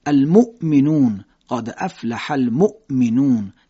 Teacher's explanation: همزه ساکن صدا قطع میشه، المؤمنون قد افلح المؤمنون، همزه ساکن صدا قطع میکنیم، نمیگیم مؤمنون، صدا رو نمیکشیم، مؤمنون. پس همزه ساکن صدا باید قطع بشه